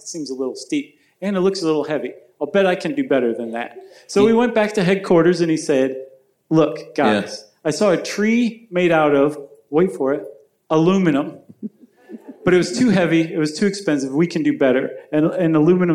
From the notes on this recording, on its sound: Recorded from the Center Stage Theater in Atlanta. Enjoy this live show with the whole family.